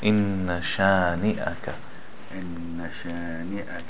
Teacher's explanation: Okay, see here, شانئك، how you made it longer. It's only supposed to be two beats. There's only one, there's only an aleph there.